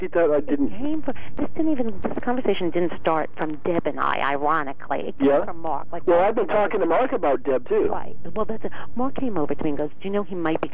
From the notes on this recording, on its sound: This episode is that phonecall interview. “phoner” interviews (i.e., by telephone).